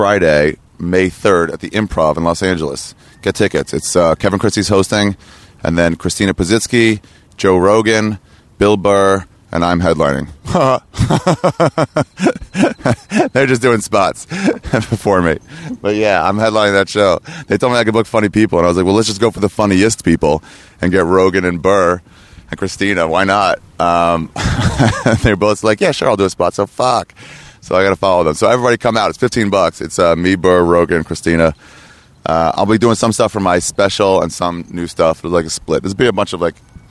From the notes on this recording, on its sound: met up at the Moontower Comedy and Oddity Festival